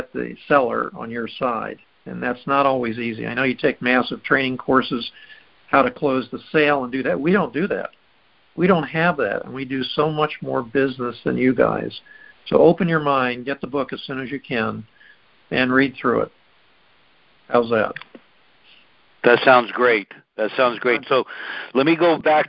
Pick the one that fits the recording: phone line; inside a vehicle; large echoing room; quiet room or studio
phone line